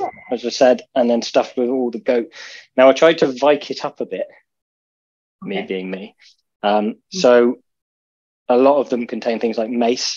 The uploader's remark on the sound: Zoom Meeting